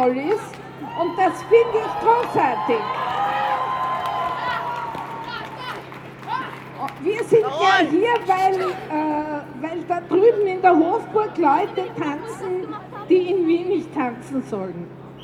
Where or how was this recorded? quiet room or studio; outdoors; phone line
outdoors